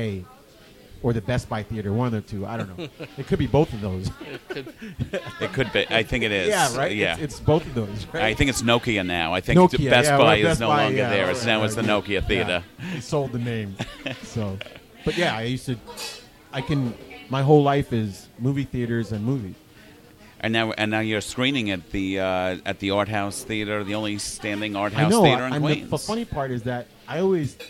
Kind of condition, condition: setting, busy venue